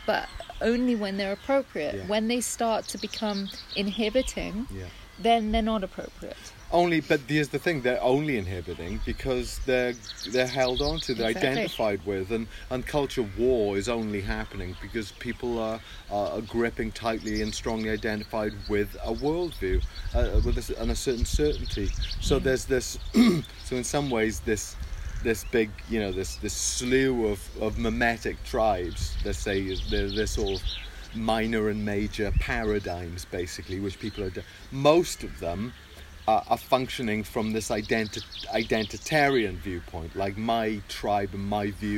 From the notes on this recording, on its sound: Please excuse the sound quality, we hope to improve but we hope you enjoy the birds!